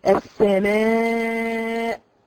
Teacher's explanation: الهمزه المتطرفه بالذات او الهمزه اللي انت بتقفي عليها هي منحبس الصوت، ليس لها صوت، بس انتبهي ان ما يخرجش معاها هواء